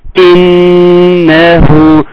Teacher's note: ثم النون حرف غنه مشدد يغني بمقدار حركتين